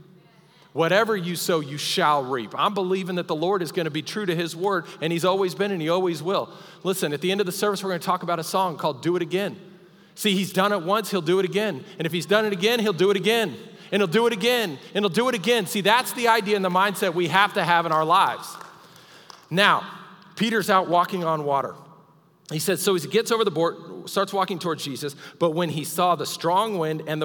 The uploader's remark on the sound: Recorded live during our Wednesday night service